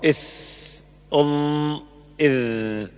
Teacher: ظهر طرف اللسان وأطراف الثنايا العليا، ويخرج منه الثاء والذال والظاء · Term: الأحرف اللثوية